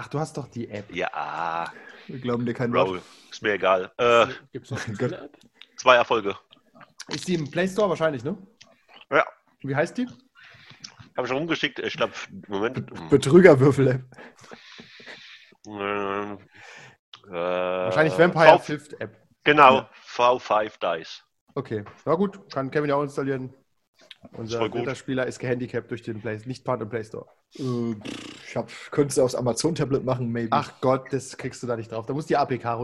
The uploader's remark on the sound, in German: Leider noch immer in der Corona und Zoom Zeit. Unsere audiotechnisch eingeschränkten Vampire.